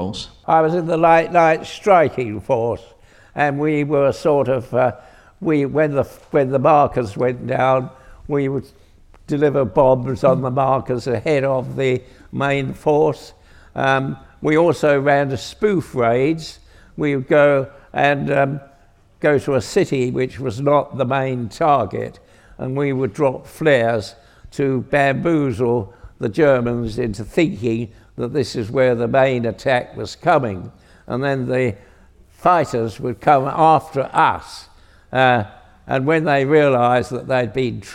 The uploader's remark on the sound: on stage at We Have Ways Fest